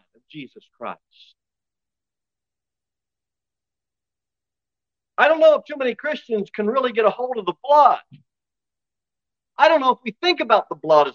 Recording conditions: large echoing room